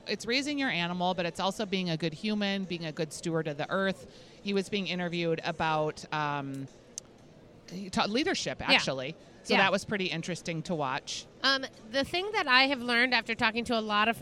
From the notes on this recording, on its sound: Live from LuLu's Public House Patio. After two record-breaking Minnesota State Fair Days.